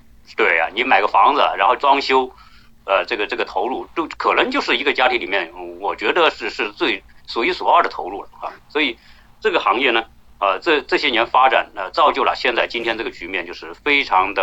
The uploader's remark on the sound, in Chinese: 转录内容音质差